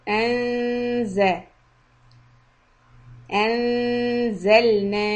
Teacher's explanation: لقد أنزلنا نون is soft إخفاء tip of the tongue close to the front teeth for زال